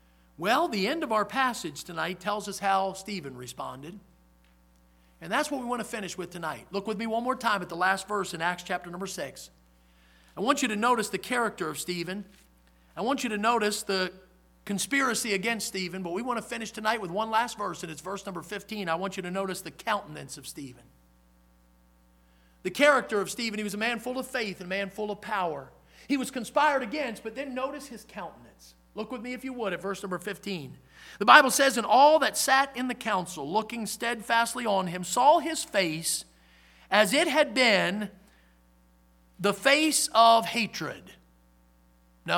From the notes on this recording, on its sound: in the Sunday Evening Service on February 12, 2023, at Victory Baptist Church in Boonsboro, Maryland